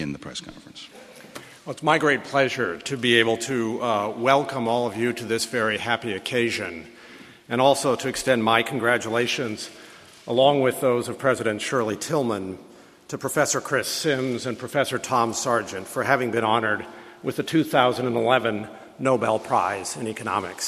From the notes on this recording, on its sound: Press conference.